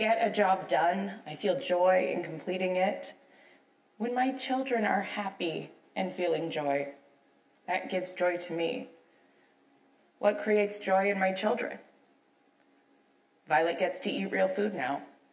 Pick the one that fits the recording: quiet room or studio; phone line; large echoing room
large echoing room